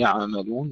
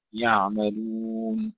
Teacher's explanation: العين فيها رخاوة وليس فيها قلقلة · Shown in: second take · لا نقول يعملون وإنما يعملون.